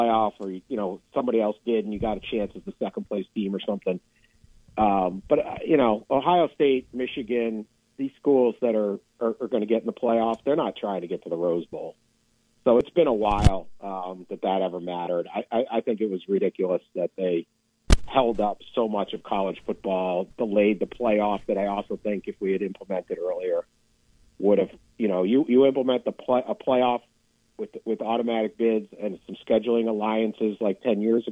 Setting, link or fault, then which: link, phone line